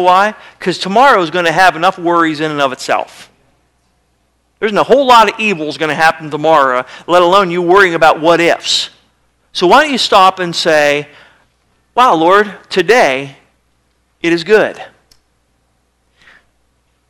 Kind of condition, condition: setting, large echoing room